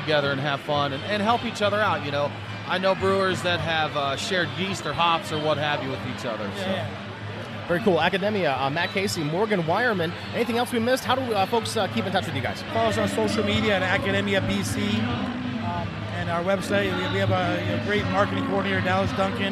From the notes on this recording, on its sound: Live from the (very noisy) Classic City Brew Fest.